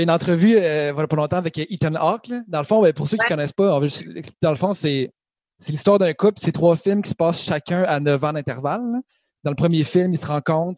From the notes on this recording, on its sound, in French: Dans un podcast bien spécial enregistré dans nos demeures respectives en raison du confinement.